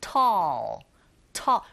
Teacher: 우리가 이 끝에 나는 L 사운드를 dark L 사운드라고 하는데요. 이 소리 내실 때 혀끝의 위치가 이 윗니 아 뒤에 붙여주셔야 돼요.